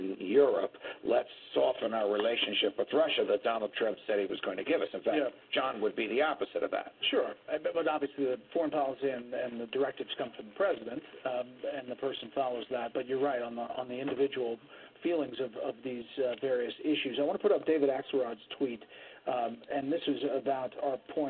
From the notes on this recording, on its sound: your phone calls